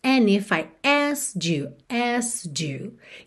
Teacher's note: a gente não ouve o D